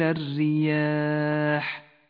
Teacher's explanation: الراء المرققة في كلمة الرياح رققت لأنها مكسورة